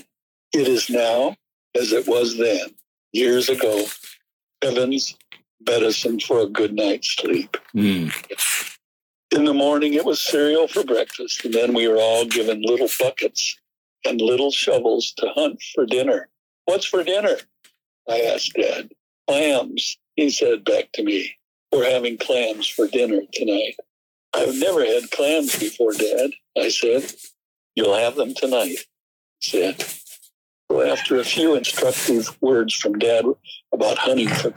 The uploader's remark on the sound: Wow, the audio quality here is rough.